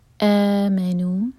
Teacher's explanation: دوہر کا مد بدل اسٹریچ کے بعد میم پر زور دیا جائے گا